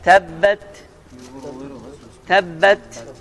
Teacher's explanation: kiçik bir, yəni çox az bir miqdarda tə hərfinin məxrəcini eşitdir.